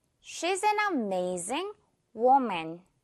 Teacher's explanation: It's not woman, 우라고 하지 않고 워, 워 발음 살려서